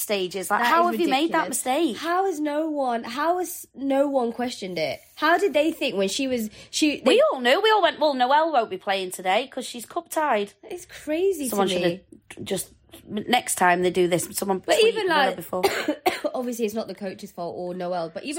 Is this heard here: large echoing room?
no